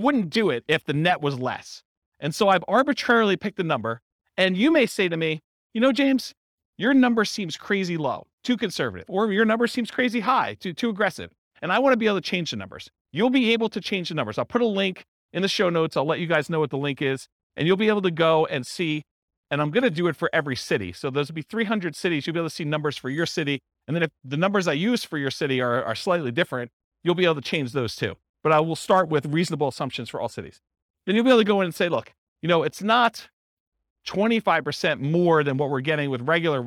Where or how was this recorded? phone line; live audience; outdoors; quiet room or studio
live audience